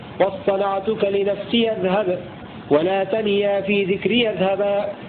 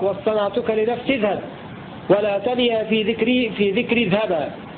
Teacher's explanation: فتح الياء فيهما وصلا · Shown in: first take